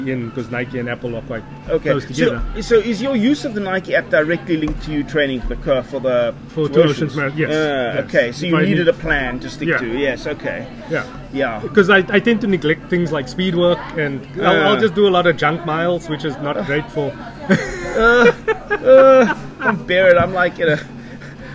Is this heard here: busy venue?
yes